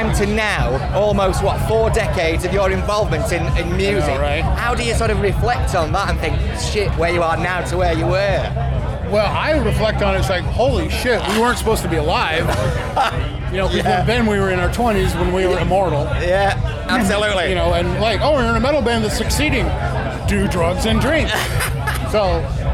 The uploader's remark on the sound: at Bloodstock Festival 2019